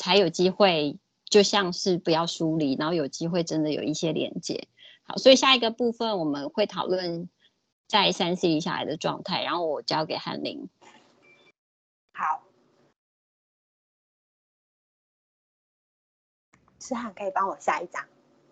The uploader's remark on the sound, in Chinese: 此為線上課程錄音檔